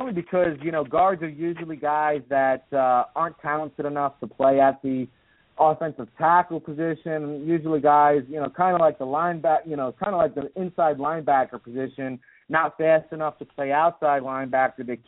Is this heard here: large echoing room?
no